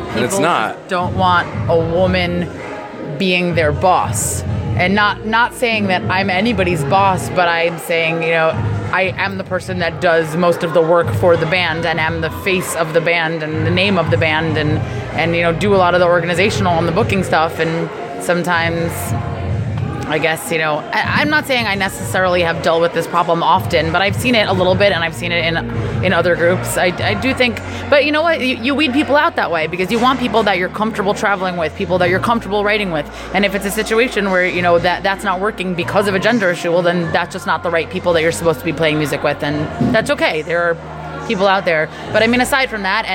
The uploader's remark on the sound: at the Artworks Trenton Monsters Ball